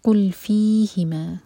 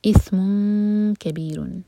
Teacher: قاف دمہ پر ہمارے ہوٹ گول ہوں گے لیکن جب لام پر آئیں تو ہوٹوں کو پھیلا لیں · Shown in: first take · قل فیہما، ما چار حرکہ لمبا، مد منفصل ہے.